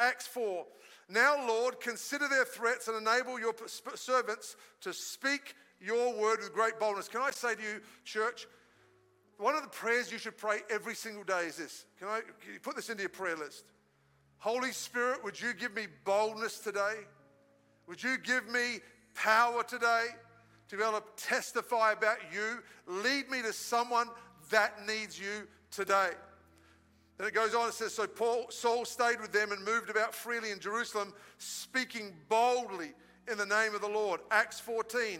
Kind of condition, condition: setting, large echoing room